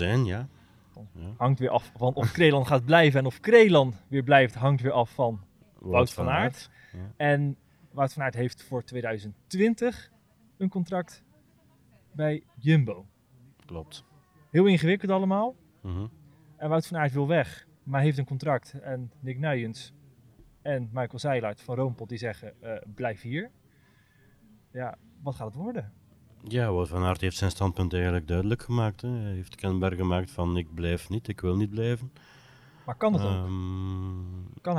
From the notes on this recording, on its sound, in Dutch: opgenomen op de Muur van Geraardsbergen